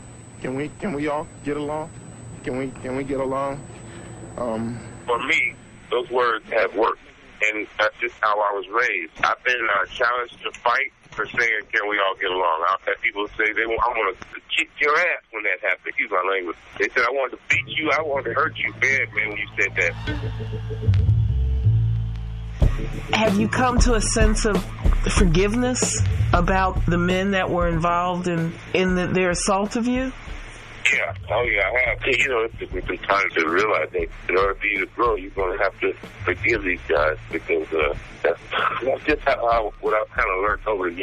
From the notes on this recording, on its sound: By Phone. At home in Southern California. Digital recorder.